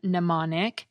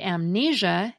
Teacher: The M is silent in mnemonic, but in the word amnesia, it gets pronounced as the end of the syllable M.